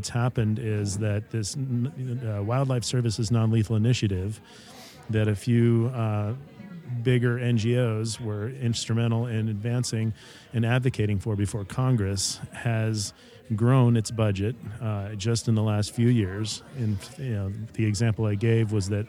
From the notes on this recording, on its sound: This is the first of our podcasts recorded at The 2023 Yellowstone Wolf Summit in Gardiner, Montana!